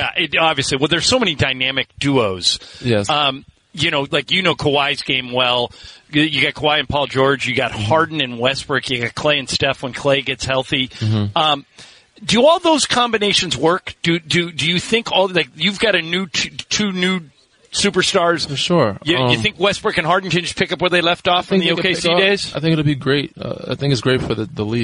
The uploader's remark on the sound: live from Lakers Media Day.